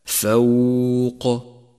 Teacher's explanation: ورقق الفاء والواو وفخم القاف هكذا فوق. رابعا تأمل كلمة الصالحات الصالحات، ولاحظ تتالي الترقيق والتفخيم فيها، فالصاد مفخمة والألف تتبعها في التفخيم، واللام والحاء حرفان مرققان، والألف مرققة بعد الحاء، والتاء مرققة أيضا، أي هكذا الصالحات.